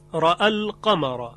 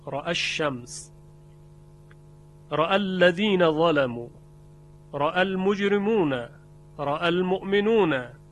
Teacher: در برخی از کلمات به لحاظ اینکه التقای ساکنان پیش آمده الف حذف میشه در وصل، مثل را القمر که الف به خاطر اینکه همزه متصل شده به لام را ال، و التقای ساکنین که اینجا به وجود آمده اون الف رو حذف کردن، را القمر، را الشمس، را الذین ظلموا، را المجرمون، را المؤمنون.